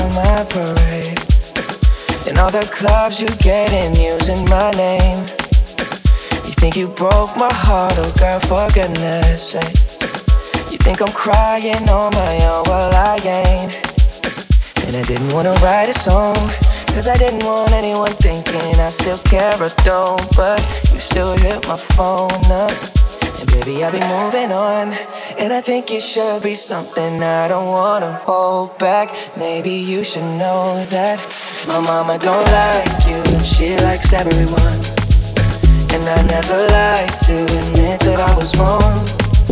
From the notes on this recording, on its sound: Out For The Night is a series that I record live at my gigs. This set is from Lecue Lounge.